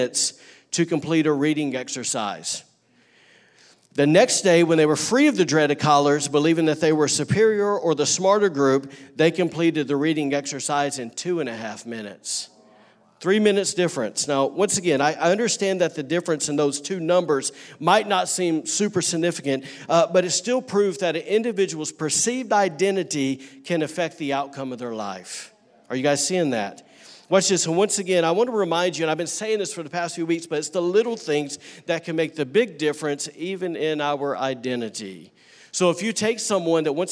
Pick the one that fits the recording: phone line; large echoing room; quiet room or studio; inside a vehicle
large echoing room